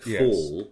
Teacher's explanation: certainly on a back vowel like full, it will be a very dark L, really. So perhaps a greater contrast between L, post-vocalic L after a front vowel compared to post-vocalic L after a dark back vowel.